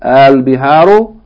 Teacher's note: pronounce it as a long vowel, as though it's Hamza Fatta Alif. Al, going straight into the Lam of the definite article.